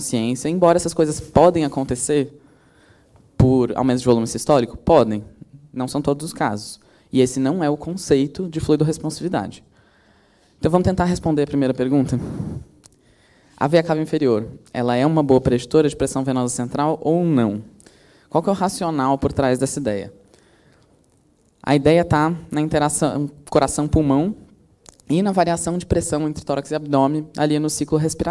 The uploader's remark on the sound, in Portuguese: Gravado ao vivo no Congresso de Emergência USP.